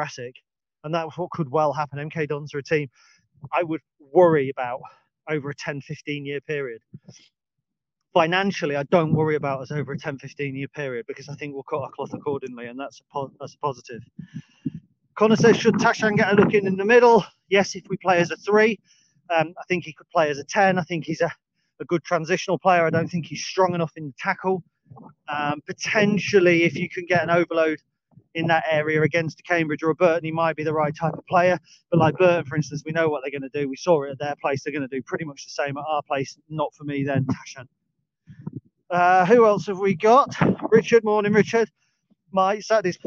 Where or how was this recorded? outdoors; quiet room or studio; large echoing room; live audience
outdoors